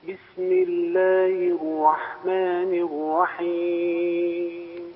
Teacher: الراء لا تخرج فيها الشفتين حتى لا تظهر فيها الإشمام، لأن الراء المشمة كثير من الناس يذكر في البسملة أر وهذا خطأ.